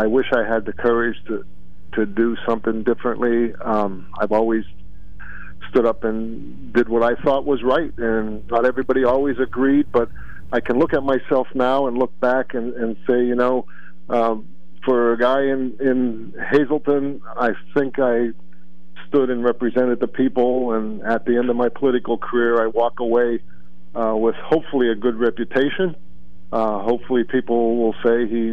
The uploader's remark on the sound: Then open phones. Then host open phones.